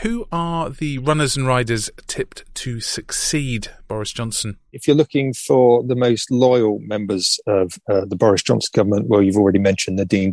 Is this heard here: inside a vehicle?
no